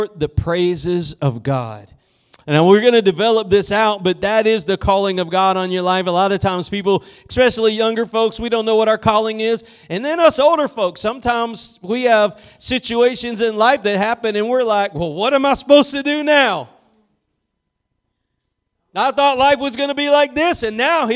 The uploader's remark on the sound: Preached at Gospel Lighthouse in Bossier City, La.